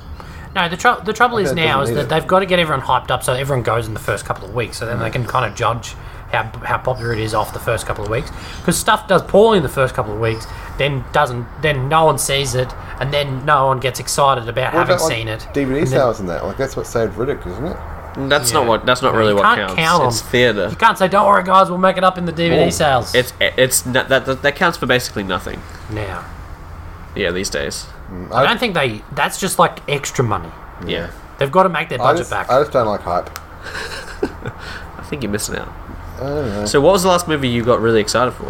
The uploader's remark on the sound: Listen to the soothing sounds of suburban Brisbane as the the gang record this weeks episode outside!